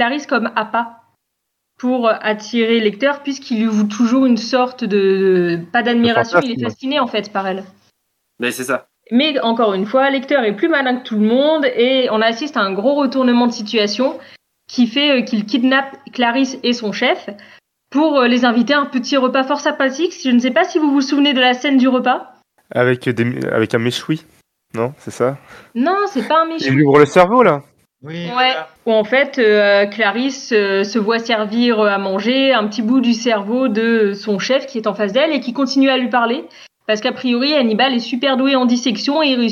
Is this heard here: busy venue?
no